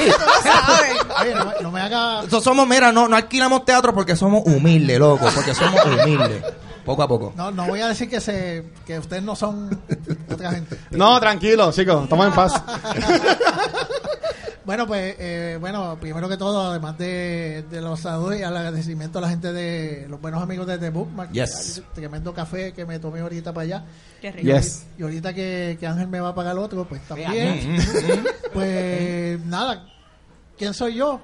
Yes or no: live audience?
yes